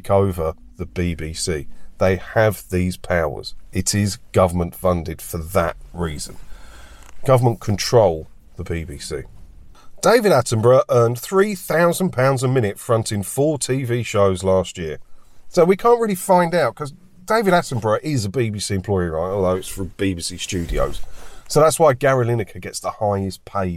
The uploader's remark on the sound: Join me for a chat in my car today